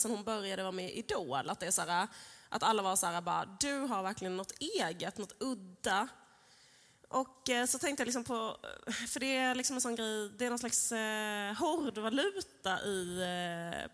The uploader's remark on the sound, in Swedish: Live från Kulturhuset